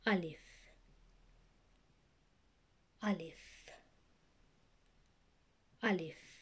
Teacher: When pronouncing this letter, you say it near the middle part of your tongue, and it is an empty mouth letter. So in other words, it is a simple and straightforward letter to pronounce, and you don't need to make the tone of your voice either heavy or soft for this letter.